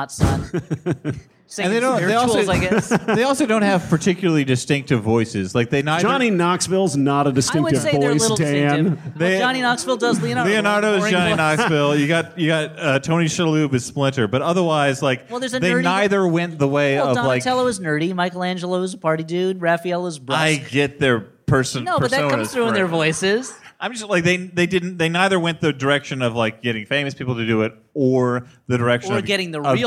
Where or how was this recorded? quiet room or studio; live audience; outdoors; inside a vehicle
live audience